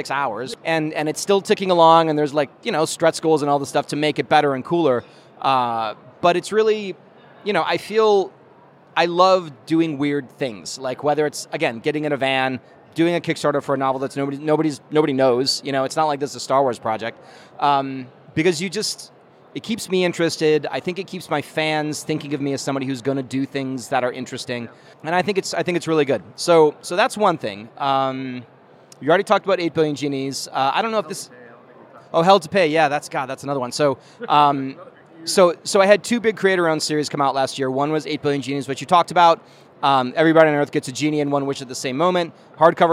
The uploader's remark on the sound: During Star Wars Celebration, I took a break from the show floor, headed upstairs to the convention center bar and sat down.